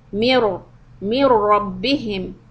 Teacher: The ra has a shadda and then it has a fatha. So the ra will be heavy.